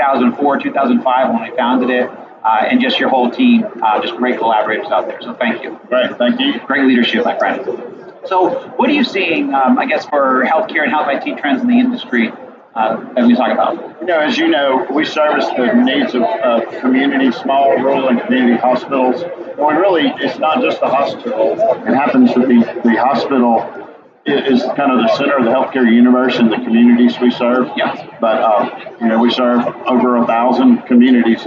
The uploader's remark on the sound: at The HIMSS18 Conference